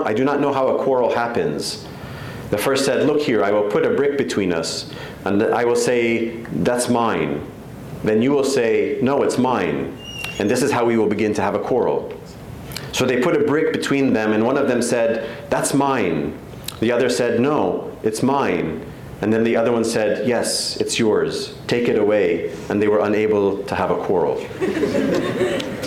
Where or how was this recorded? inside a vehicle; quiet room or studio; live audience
live audience